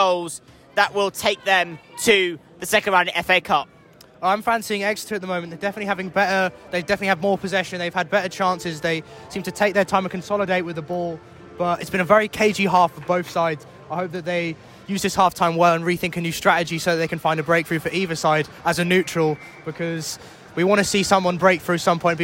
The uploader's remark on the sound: Live commentary. XpressionFM Sport commentary.